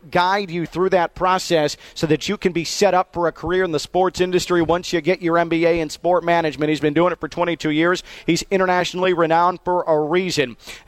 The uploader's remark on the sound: Live From ACC Media Days